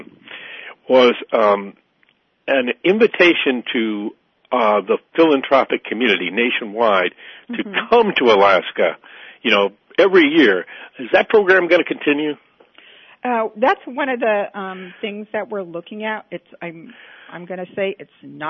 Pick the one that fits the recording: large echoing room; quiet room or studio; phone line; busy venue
phone line